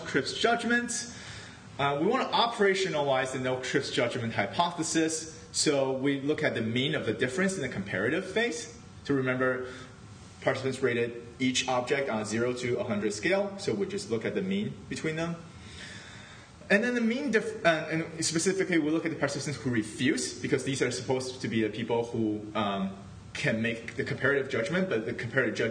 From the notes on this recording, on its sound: This is a recording of the workshop. Senate House, Chancellors Hall.